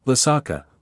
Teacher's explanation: And, Lesaka, with the last two syllables rising